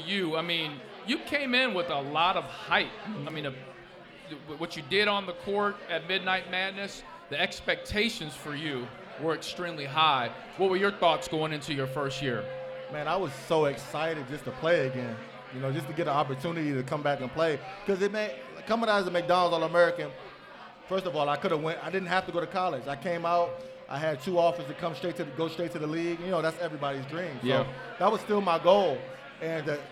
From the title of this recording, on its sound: LIVE at Mio’s